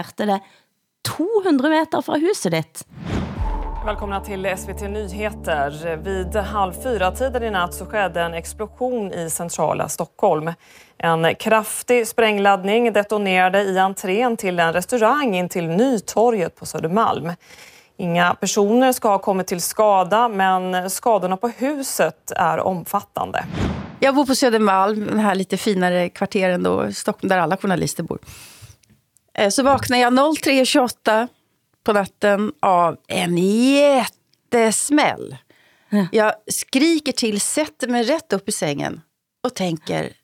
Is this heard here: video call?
no